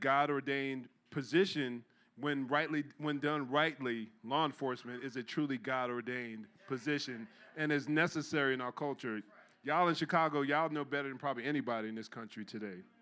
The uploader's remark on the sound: Jesus Is God Conference, Sunday 9am Service